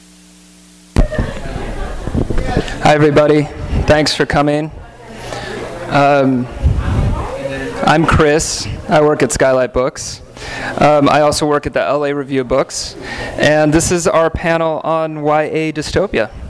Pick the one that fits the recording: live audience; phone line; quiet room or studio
live audience